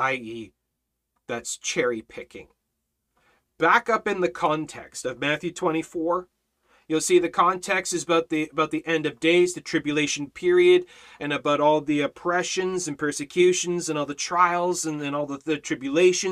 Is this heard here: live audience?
no